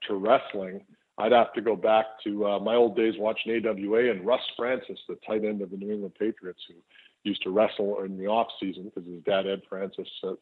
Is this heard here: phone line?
yes